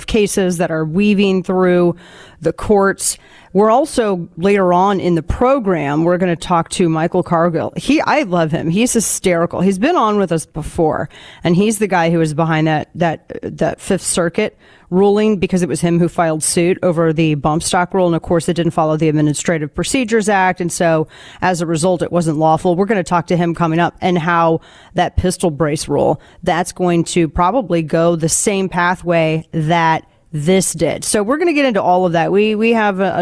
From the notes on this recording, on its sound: Live from SHOT Show in Las Vegas.